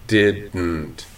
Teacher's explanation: there's a full explosion of an oral plosive followed by a re-engagement of the alveolar closure and an open velopharyngeal port.